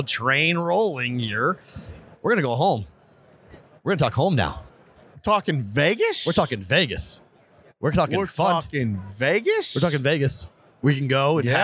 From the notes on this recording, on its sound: Super Bowl Radio Row Day 3. Live from Radio Row Day 3.